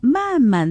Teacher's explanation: 所以它叠在一块，第二个字读轻声